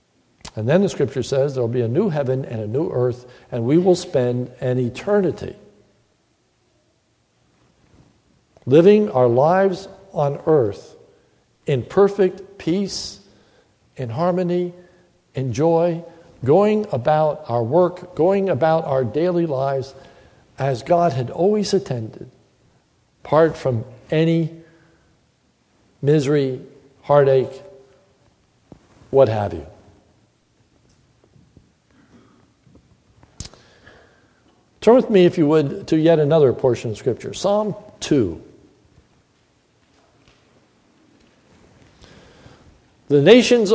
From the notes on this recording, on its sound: This is a sermon recorded at the Lebanon Bible Fellowship Church in Lebanon, PA. During the mrning service.